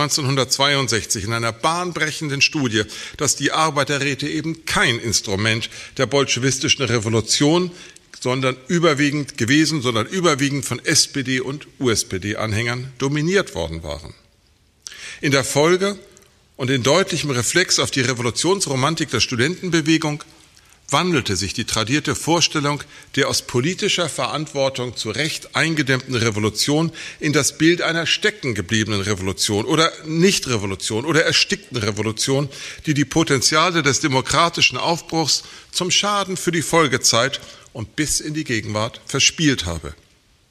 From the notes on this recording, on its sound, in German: Er hielt den Vortrag im Rahmen der Tagung ‚Friedhof der Märzgefallenen.